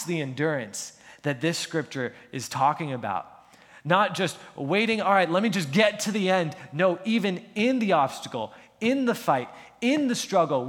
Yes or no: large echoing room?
yes